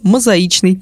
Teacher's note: Хоть и мозаика, но в слове «мозаичный» ударное «и».